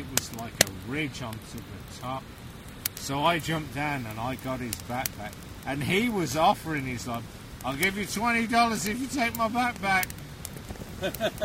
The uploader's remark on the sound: Recorded at a remote campsite on the Chattooga River